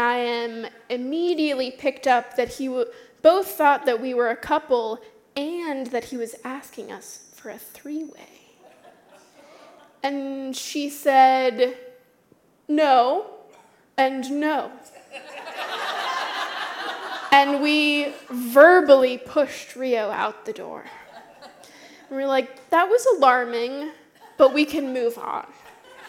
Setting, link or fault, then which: setting, live audience